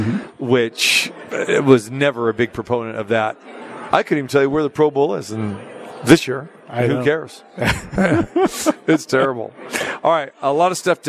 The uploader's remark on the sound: Live from the Super Book at Westgate Las Vegas.